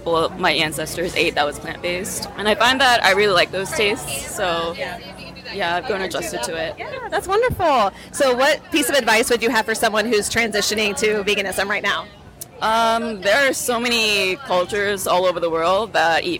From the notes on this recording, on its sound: LIVE recording at the Triangle Veg Fest 2022.